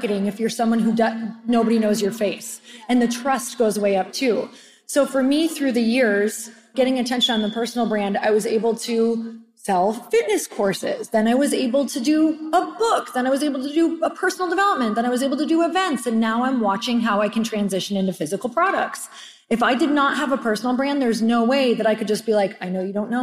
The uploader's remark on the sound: Today’s special episode is pulled directly from a live panel from the Powerhouse Women 2023 Event! I had the pleasure of sharing the stage.